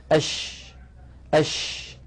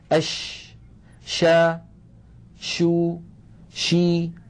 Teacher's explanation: صوت حرف الشين ينتشر ينتشر الصوت في الفم · Term: صفة التفشي